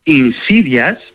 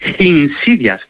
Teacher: Bueno, pues este Arrio, en lugar de decir insidias, tal cual, como en español, sí, insidias, él decía insidias, con una H aspirada al principio · Shown in: second take